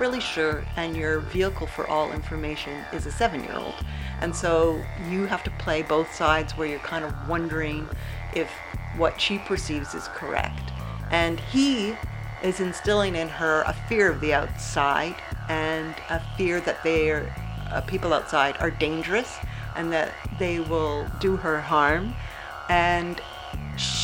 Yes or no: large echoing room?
no